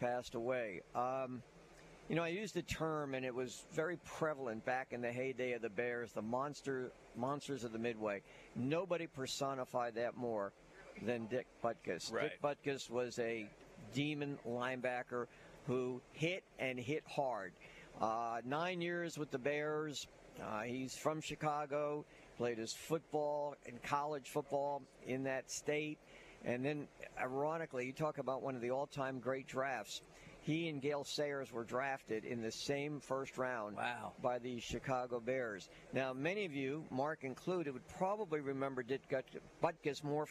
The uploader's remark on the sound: LIVE at Faith Academy!